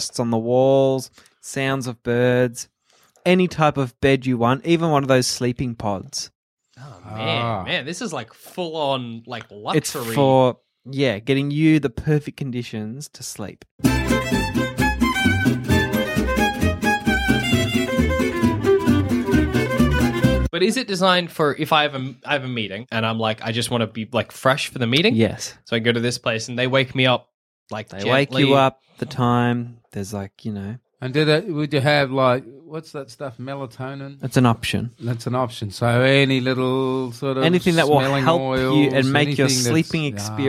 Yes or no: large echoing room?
no